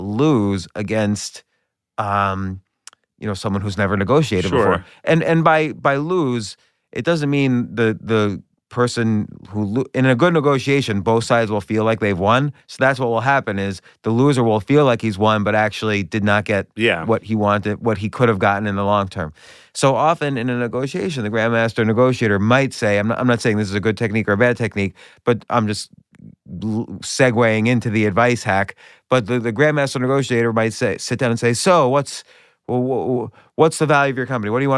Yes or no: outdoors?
no